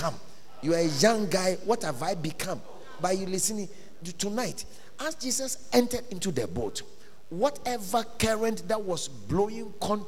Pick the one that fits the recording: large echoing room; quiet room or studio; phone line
large echoing room